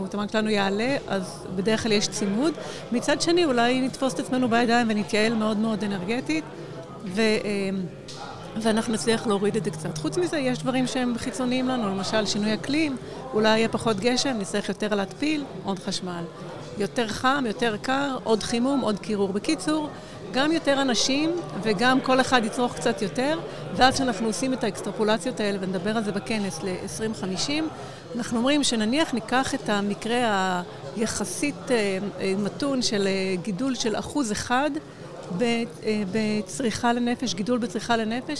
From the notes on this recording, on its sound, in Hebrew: בפרק שהקלטנו במסגרת הכנס "האם הגיע הזמן לאנרגיה גרעינית?" שהתקיים באוניברסיטת רייכמן.